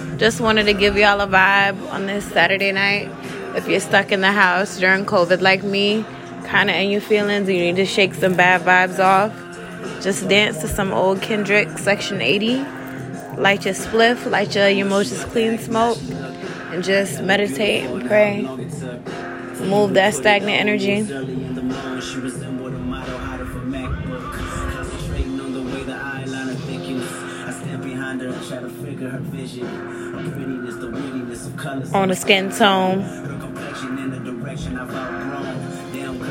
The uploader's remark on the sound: Sounds of my background.